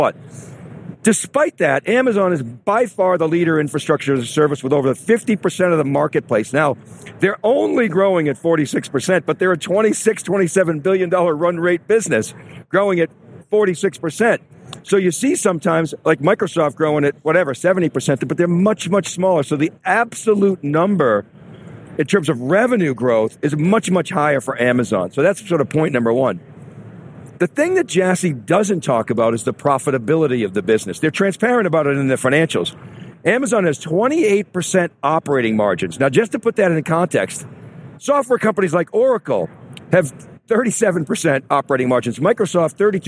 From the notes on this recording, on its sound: AWS re:Invent 2018. TheCUBE's second day of live coverage from Las Vegas NV.